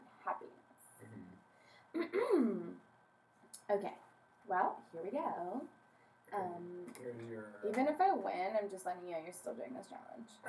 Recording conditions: poor sound quality